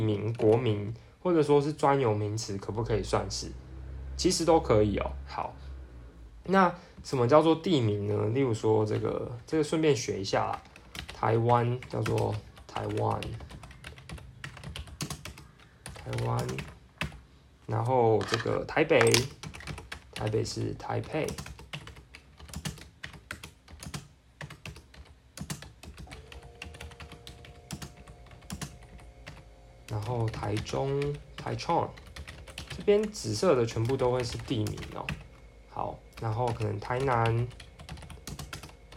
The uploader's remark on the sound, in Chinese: 電腦只錄了4分鐘，手機也只有錄到三十八分鐘。(手機旁邊錄音請見諒)。